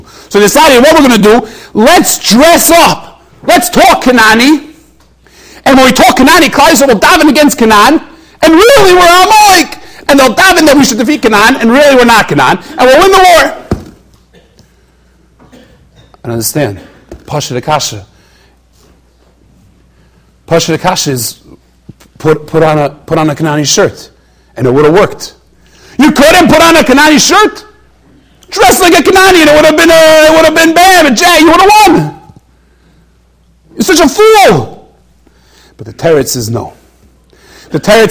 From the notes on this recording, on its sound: During Thursday Night Seder. Shiur recorded in Yeshivas Ohr Reuven, Monsey, NY.